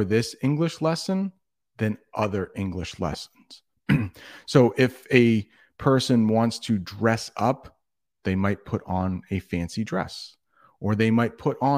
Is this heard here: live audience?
no